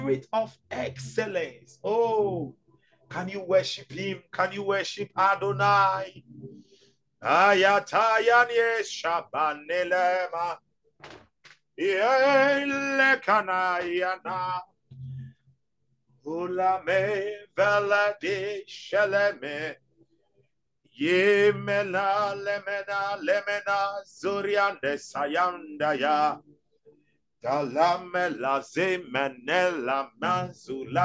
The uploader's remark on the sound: Zoom meeting